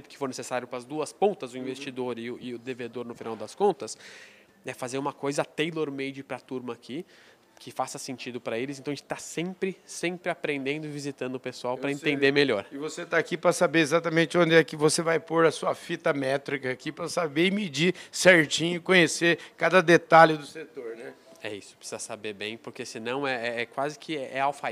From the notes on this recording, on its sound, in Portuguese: gravada durante a reunião mensal da Asbram, em São Paulo